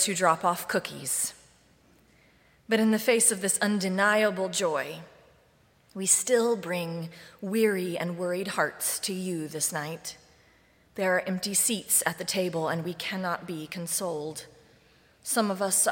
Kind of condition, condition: setting, large echoing room